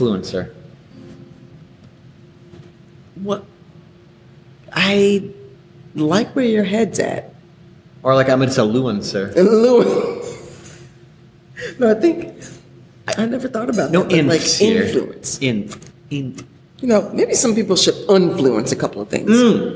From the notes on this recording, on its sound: deal with a bit of echo with the audio file